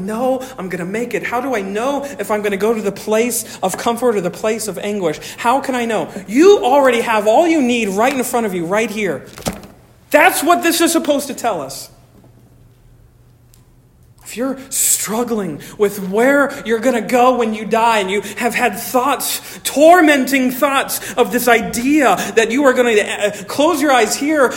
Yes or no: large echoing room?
yes